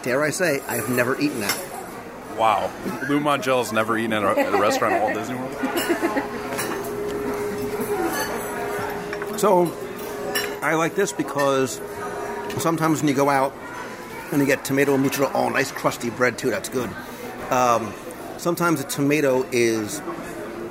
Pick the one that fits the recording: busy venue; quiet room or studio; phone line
busy venue